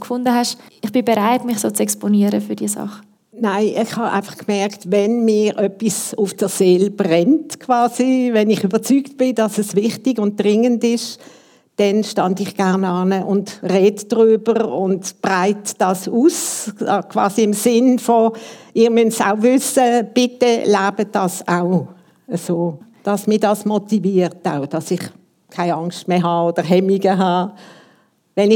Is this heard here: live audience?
yes